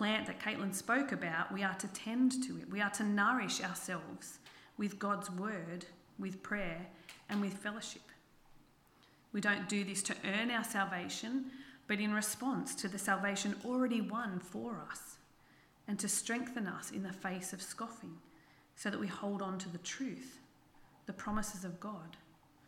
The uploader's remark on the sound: This sermon was preached on the 26/09/23 at Helensburgh and Stanwell Park Anglican Church.